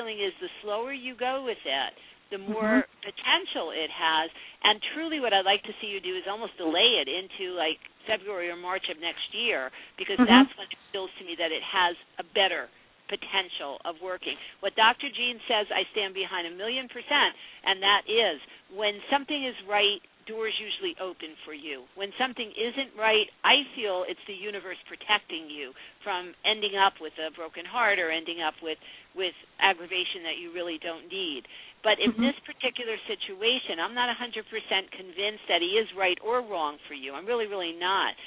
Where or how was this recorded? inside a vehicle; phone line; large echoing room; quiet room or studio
phone line